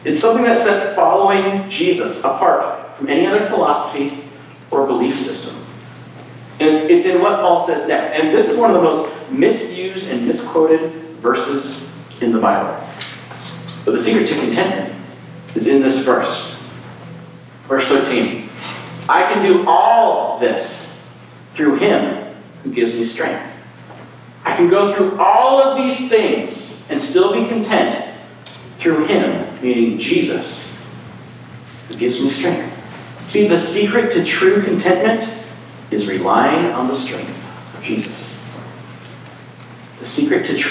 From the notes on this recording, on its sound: Sorry about the room audio this week… maybe it’ll feel like you’re actually there?